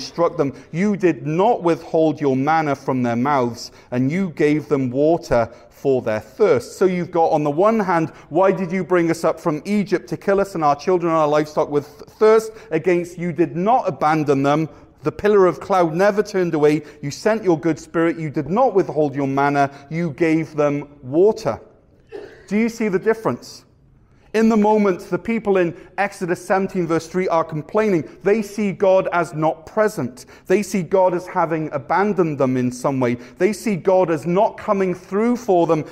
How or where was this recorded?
large echoing room